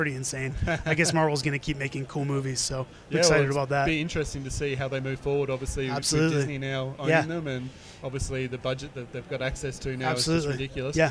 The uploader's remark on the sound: Recorded at Inman Connect Las Vegas. Has taken the recorder with him to Inman Connect in Las Vegas & is grabbing some one-on-one chats with industry professionals.